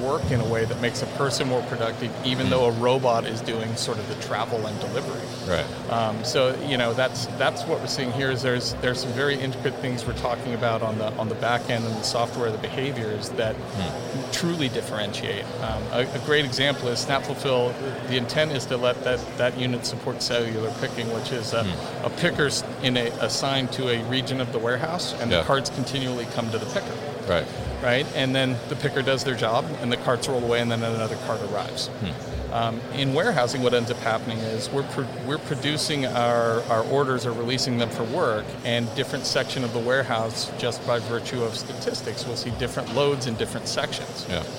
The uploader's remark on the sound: SnapFulfil at MODEX 2020.